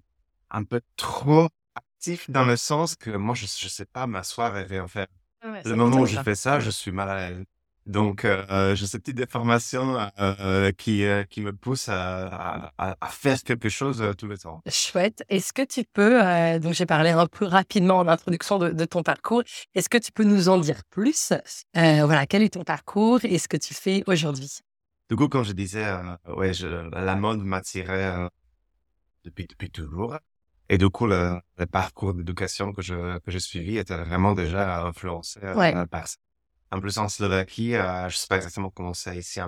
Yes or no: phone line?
no